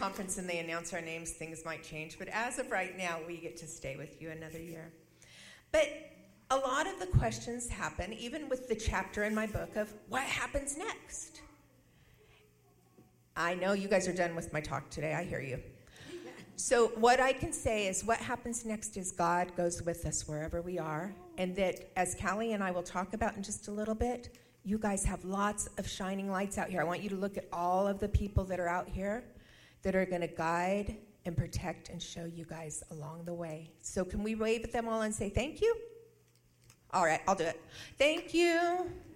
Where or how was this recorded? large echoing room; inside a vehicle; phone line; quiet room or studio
large echoing room